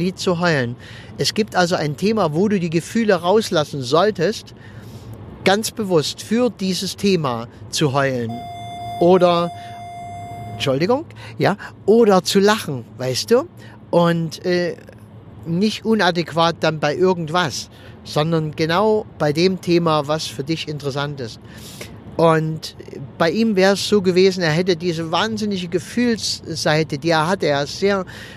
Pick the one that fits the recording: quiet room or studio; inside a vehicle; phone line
inside a vehicle